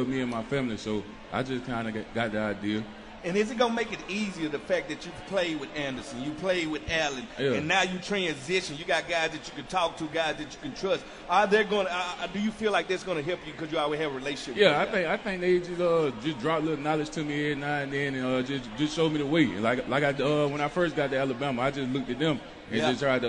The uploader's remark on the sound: at the Redskins 2018 Draft Party!